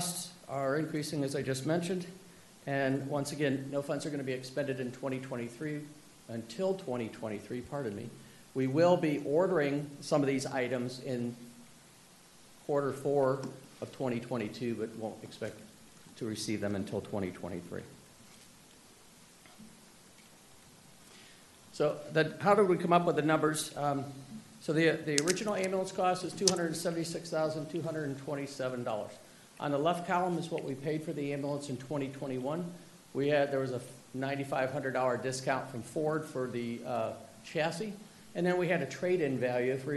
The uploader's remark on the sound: This is a live recording of the Collinsville City Council.